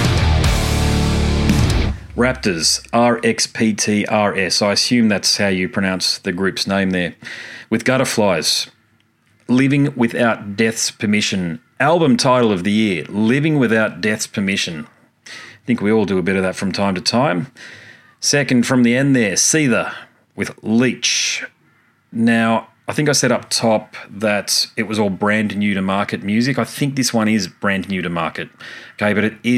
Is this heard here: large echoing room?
no